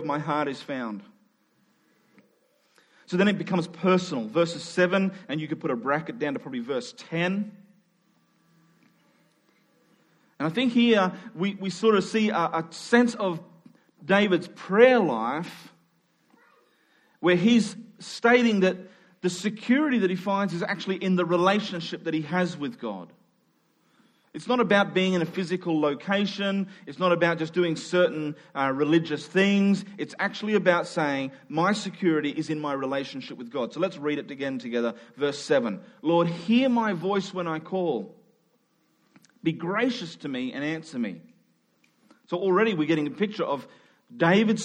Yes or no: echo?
no